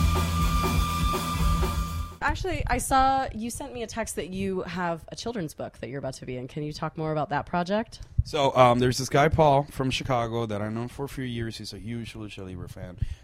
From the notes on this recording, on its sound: at the Whisky A Go-Go in West Hollywood, CA + live show footage for Last Rockers TV!